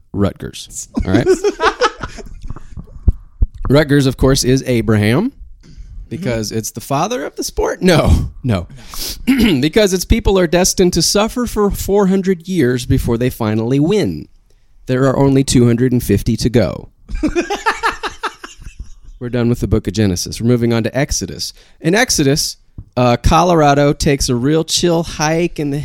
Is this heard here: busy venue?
no